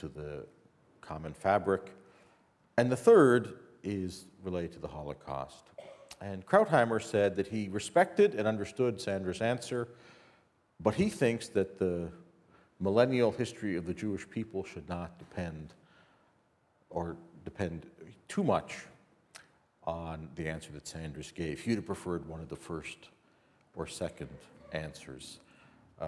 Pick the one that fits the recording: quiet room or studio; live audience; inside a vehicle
live audience